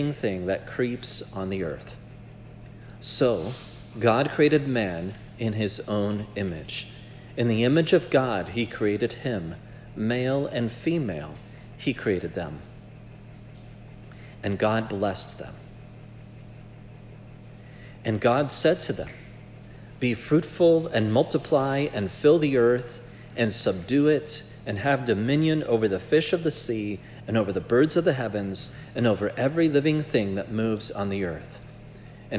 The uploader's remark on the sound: This message was preached at Providence Church on January 7, 2024